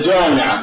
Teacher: العراقي ينطقها جامعة معطشة